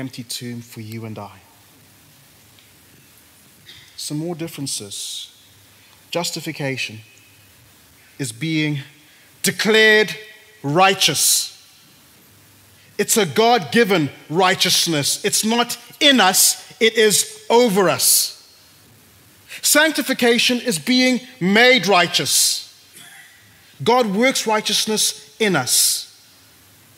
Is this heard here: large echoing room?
yes